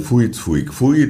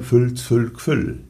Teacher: Wir sagen Fui, Zfui, Gfui, der Wiener sagt Fui, Zfui, Gfui. Also da wird immer aus dem L ein Vokal. · Shown in: first take · Term: L-Vokalisierung